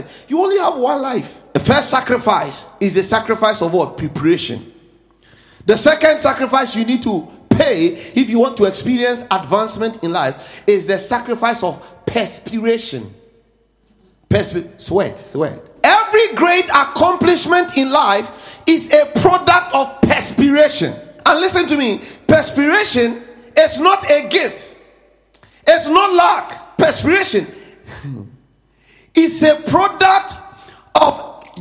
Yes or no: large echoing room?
yes